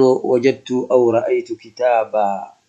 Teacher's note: لكن عند الوقف كتابا بالألف فتقول وجدت أو رأيت كتابا · Term: إبدال التنوين ألفا